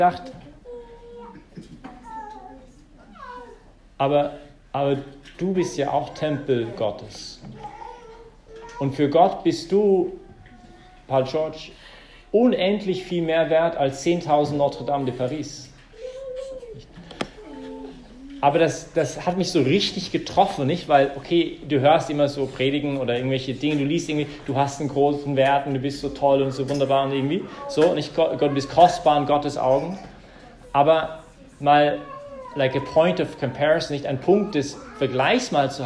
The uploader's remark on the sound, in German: im Rahmen des Gottesdienstes im Zentrum Johannes Paul II.